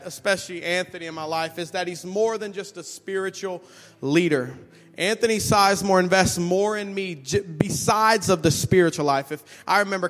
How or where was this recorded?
large echoing room